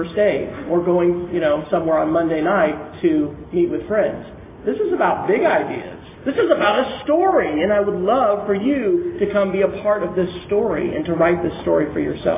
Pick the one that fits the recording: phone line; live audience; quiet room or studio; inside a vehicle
live audience